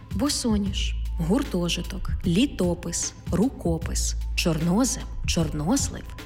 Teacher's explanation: Наголошений звук «о» в складних іменниках із двома коренями.